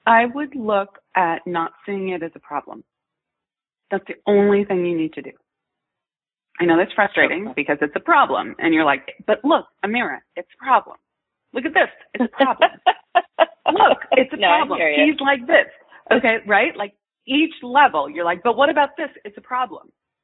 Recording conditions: phone line